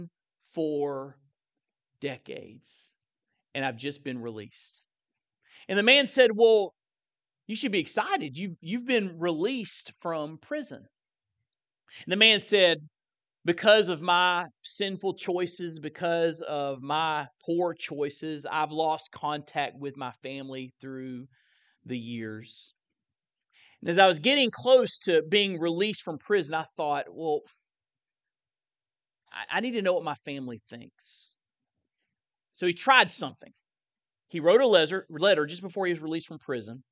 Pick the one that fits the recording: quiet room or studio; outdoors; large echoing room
large echoing room